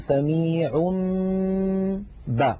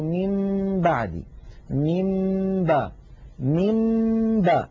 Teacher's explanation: ومر معنا في أحكام الميم الساكنة أن الميم الساكنة إن أتى بعدها باء فحكمها الإخفاء، وذلك بأن نطبق الشفتين على الميم وعلى الباء إطباقة واحدة من غير أن تتحول الميم إلى باء. يعني لا نقول مب بعدي، لو قلنا مب بعدي لكان إظهارا لكان إدغاما، ولو قلنا من بعدي لكان إظهارا.